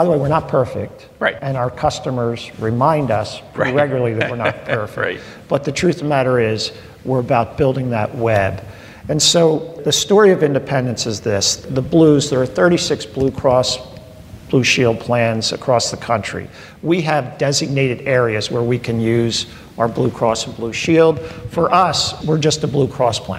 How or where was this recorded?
live audience